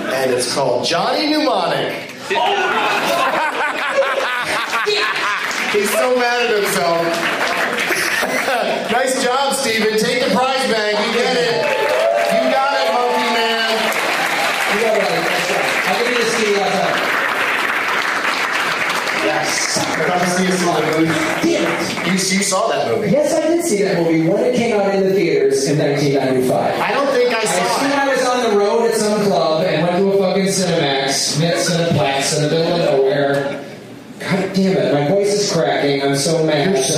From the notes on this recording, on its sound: against audience members at Zanie's in Nashville, TN